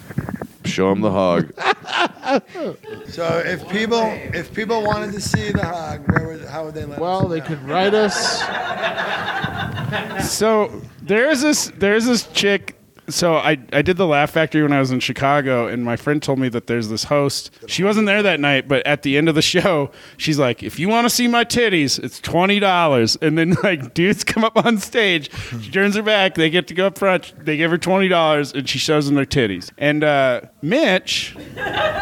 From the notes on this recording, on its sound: The Geeks were at the Chief Comedy Festival, located in Trinidad, Colorado.